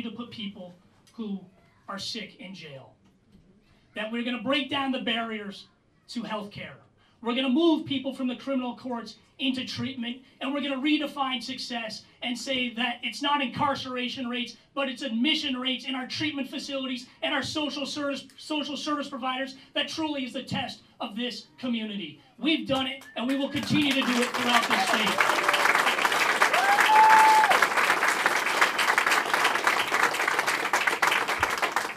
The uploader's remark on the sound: at kickoff campaign event in Burlington